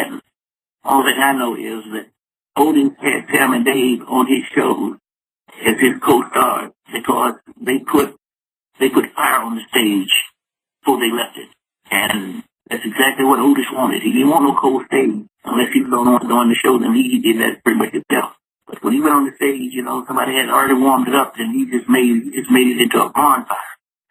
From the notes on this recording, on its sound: called into the show